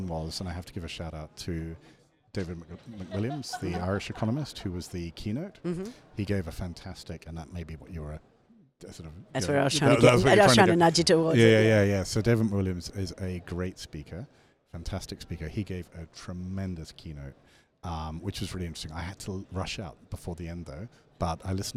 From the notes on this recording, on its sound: Recorded at the International Mining and Resources Conference (IMARC). Recorded at the International Mining and Resources Conference (IMARC).